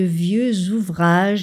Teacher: Notez la liaison en z de vieux ouvrages